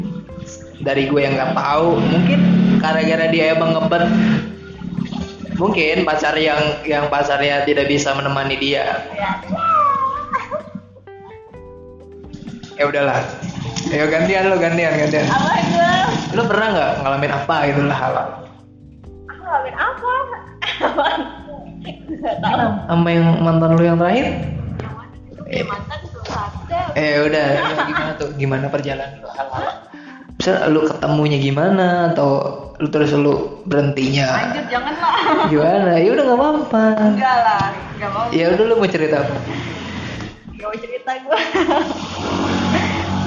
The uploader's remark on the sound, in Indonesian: mohon maaf kalo banyak suara motor yaa